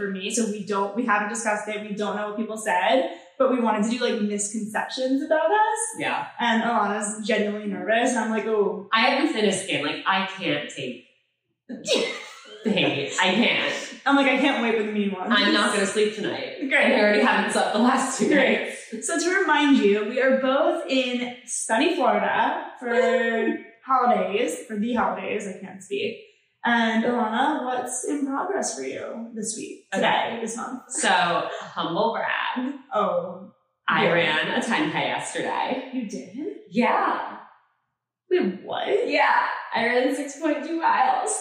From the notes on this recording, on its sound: We lost the mic audio